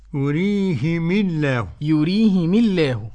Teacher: معنى الإمام أبي عمرو بكسر الهاء والميم، بكسر الهاء والميم، يريهم الله، يريهم الله.